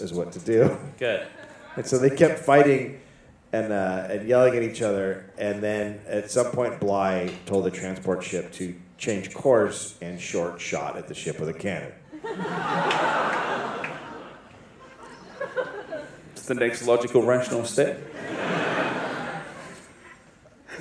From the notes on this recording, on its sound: Live in Australia. Live from The Powerhouse Theater in Brisbane, Australia.